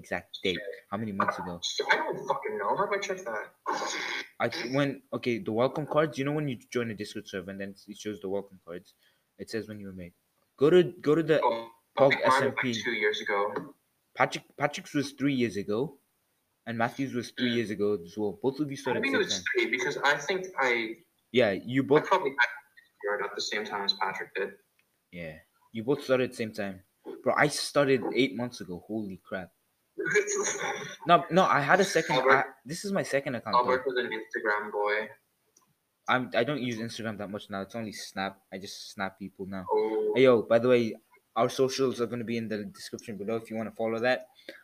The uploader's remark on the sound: Sorry for the audio quality if you struggle to hear anything that was said...